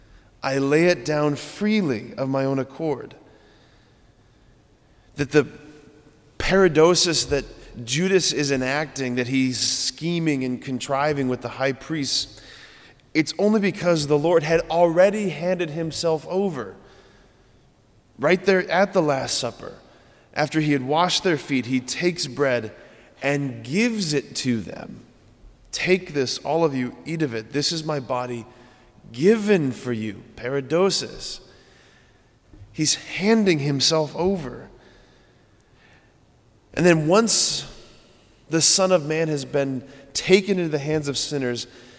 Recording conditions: large echoing room